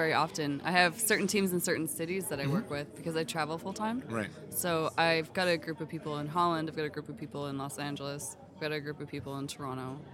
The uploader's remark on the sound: We’re recording live from the PDN PhotoPlus Expo in New York where we were able to swindle some of the biggest names in photography to sit in our makeshift cafeteria recording studio.